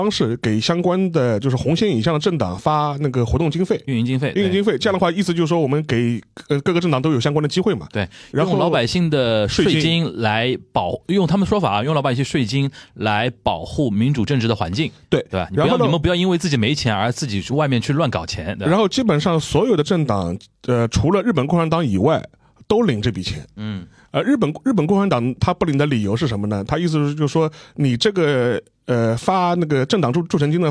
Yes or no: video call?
no